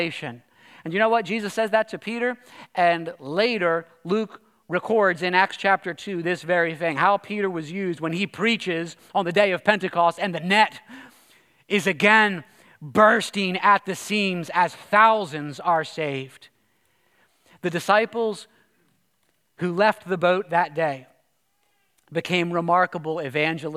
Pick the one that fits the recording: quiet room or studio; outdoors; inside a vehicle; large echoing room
large echoing room